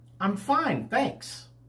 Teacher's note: In those examples, we stress the question word, how, the key verb doing in the first sentence, and in the second sentence, we stress the word fine, which was answering the question, how are you doing, and we stress the word thanks to indicate the person was thanking the other person